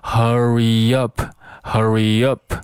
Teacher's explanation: 这个 hurry 和 up 也要连在一起 · Term: 连读